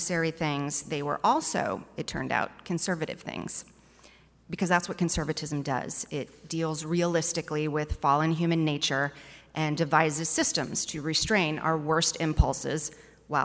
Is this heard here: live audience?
yes